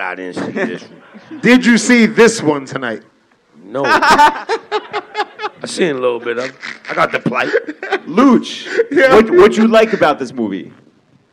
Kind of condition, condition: setting, live audience